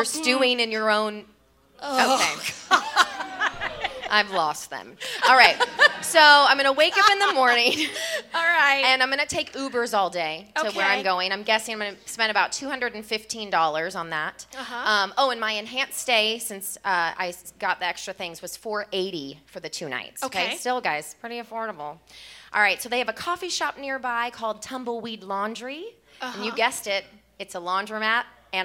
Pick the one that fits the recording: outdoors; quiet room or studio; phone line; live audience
live audience